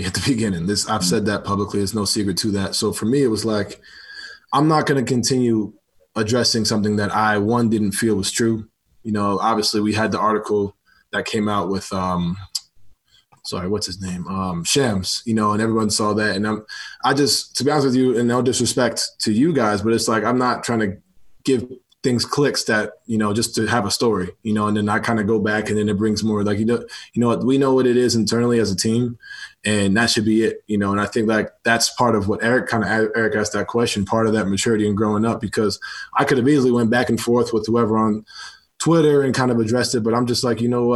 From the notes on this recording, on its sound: Zoom Media Teleconference.